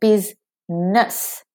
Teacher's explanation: The E in ness, in business, is the schwa.